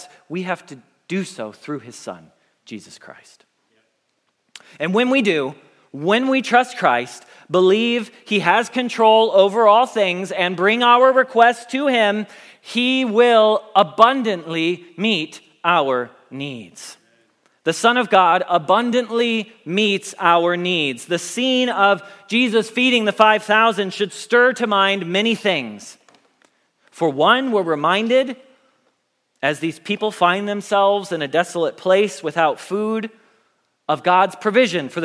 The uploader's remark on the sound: Message Preached at Valley Creek Church